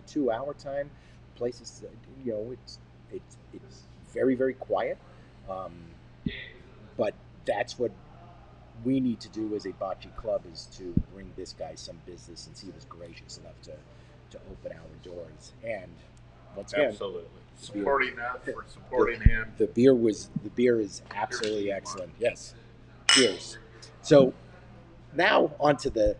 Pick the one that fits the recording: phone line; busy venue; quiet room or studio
busy venue